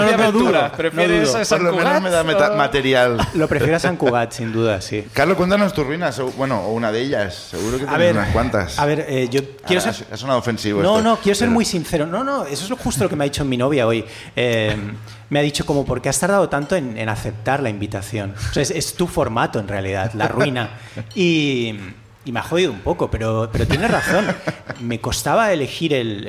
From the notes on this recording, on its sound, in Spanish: Vuelven a Barcelona. El público también nos cuenta sus ruinas.